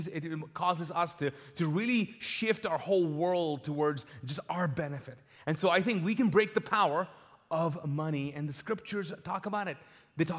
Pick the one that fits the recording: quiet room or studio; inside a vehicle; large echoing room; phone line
large echoing room